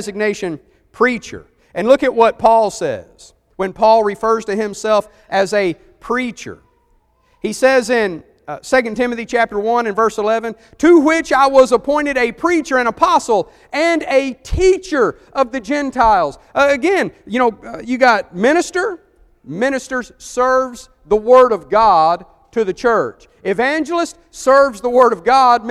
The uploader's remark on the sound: Preached for the church of Christ at Cusseta Road in Columbus, GA